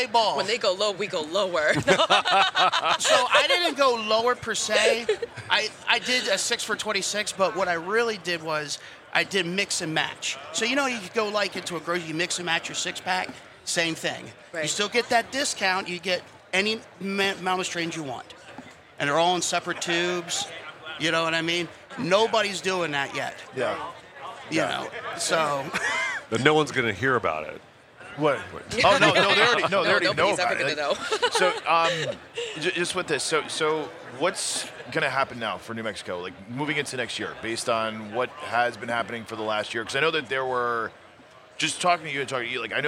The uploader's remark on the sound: Recorded at MJBizCon 2023